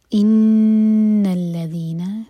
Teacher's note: نون پر غنہ دو second hold کریں گے